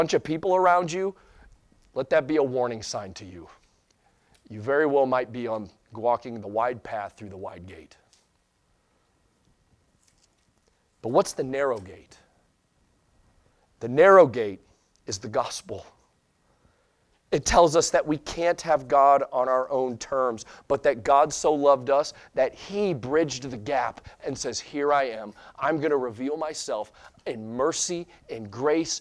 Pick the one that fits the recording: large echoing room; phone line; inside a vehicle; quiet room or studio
large echoing room